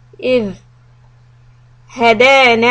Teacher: when you have the ذال with the سكون stay there for like one and a half حركة so that it doesn't bounce and become like a دال قلقلة